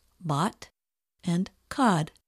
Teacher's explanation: Another sound you should watch for is the short O, as heard in the words bot and cod. Your lips do not need to be round to produce this O sound. Try saying this sound in mom, got, and pop.